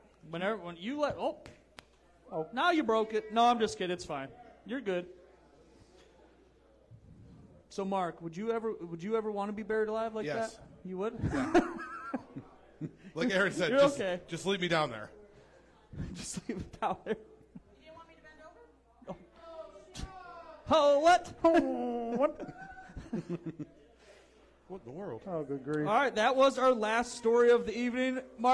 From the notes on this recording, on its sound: Halloween Party LIVE from Garage Bar!